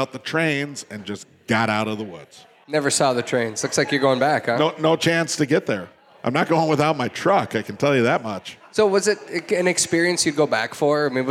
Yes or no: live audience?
yes